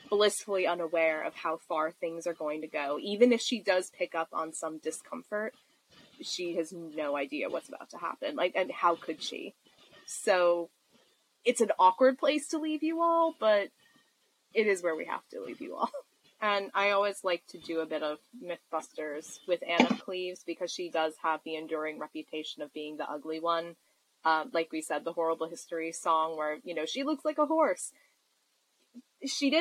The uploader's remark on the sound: we would like to apologize for the compromised audio quality of this episode